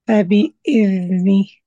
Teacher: لأنك حتحسي ساعتها بذبذبة، بذبذبة على طرف اللسان اللي هي ذبذبة الذال